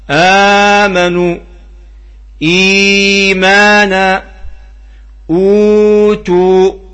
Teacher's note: قال الناظم واقرأ بقصر اللين ثم البدل فأمرك أيضا أن تقرأ مد البدل بالقصر لكن المقصود بالقصر هنا هو حركتان هنا في مد البدل مقصود بالقصر هو حركتان